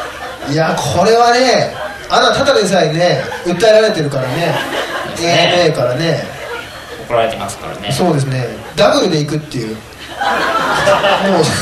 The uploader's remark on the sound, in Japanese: 公開収録の模様